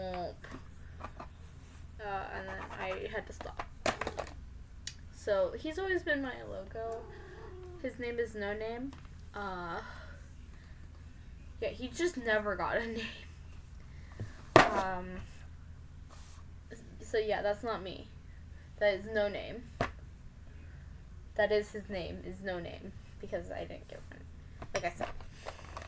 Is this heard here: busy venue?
no